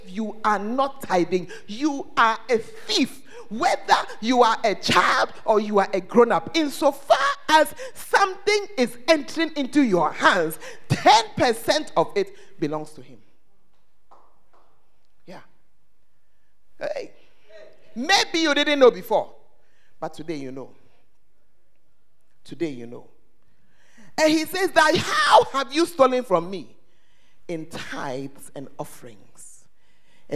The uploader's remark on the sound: Preached at the First Love church, Ayeduase (Gathering Service)